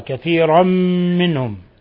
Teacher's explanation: يعني الغنة مقدارها حركتين، أعطيها حقها